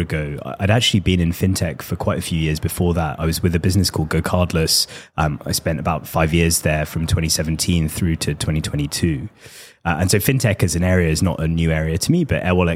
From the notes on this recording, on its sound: Joins The MoneyPot LIVE at our booth in Amsterdam.